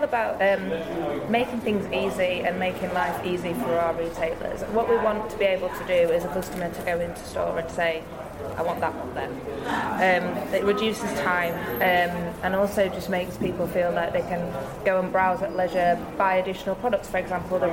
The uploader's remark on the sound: This episode is coming to you live(ish) from Clerkenwell Design Week. As she runs in and out of the bathroom showrooms in Clerkenwell, London.